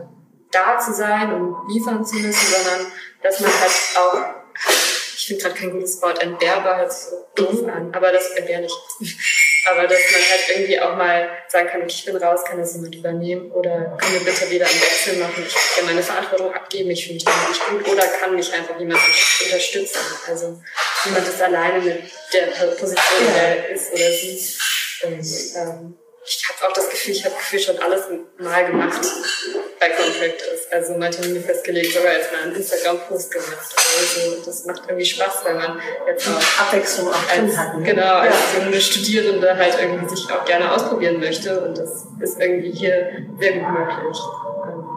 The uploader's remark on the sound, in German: Leider ist diese Folge geprägt von Soundproblemen.